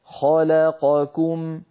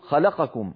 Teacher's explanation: أربع متواليات من المتحركات لابد أن تسوى أزمنتها · Shown in: first take · فنقول خلقكم ولا نقول خلقكم هكذا بسرعة.